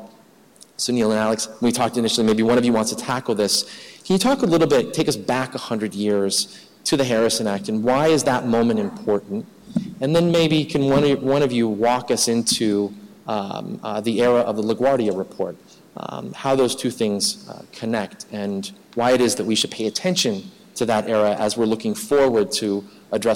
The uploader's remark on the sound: The Drug Policy Alliance and the New York Academy of Medicine hosted a free conference marking the 70th Anniversary of the report. This audio clip was recorded at the symposium on May 1st.